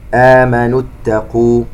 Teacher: نلاحظ سقوط المد الذي في كلمة آمنوا لالتقاء الساكنين، لا نقول آمنوا اتقوا، يسقط المد لالتقاء الساكنين، آمنوا اتقوا